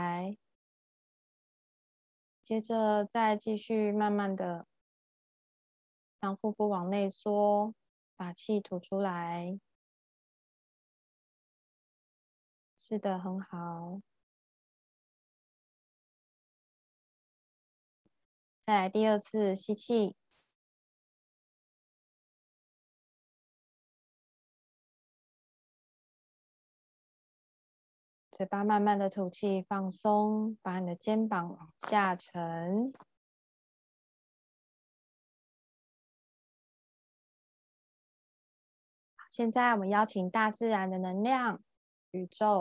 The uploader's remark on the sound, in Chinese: 聊聊好心芹ZOOM線上公益講座。